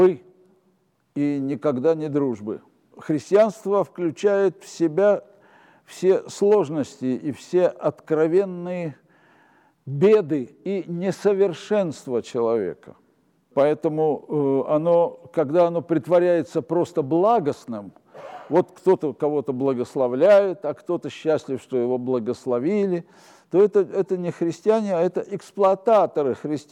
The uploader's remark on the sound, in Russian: Встреча легендарного актёра и режиссёра со зрителями в театральном клубе «Антракт».